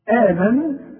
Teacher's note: احنا خدنا الهمزة اللي في وسط السطر اللي بعدها ألف، قلنا دي لازم تمد بمقدار حركتين اسمه مد طبيعي